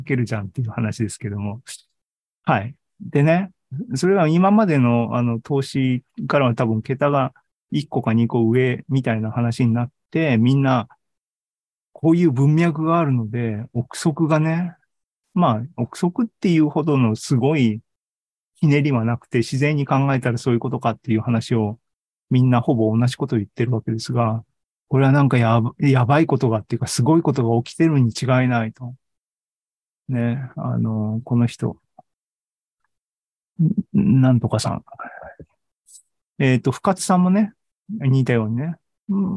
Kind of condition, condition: link, video call